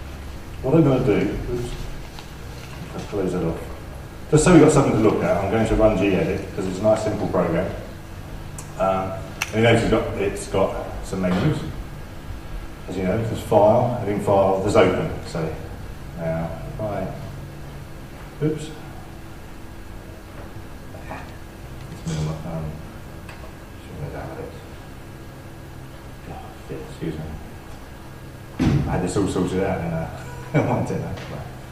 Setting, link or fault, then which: setting, busy venue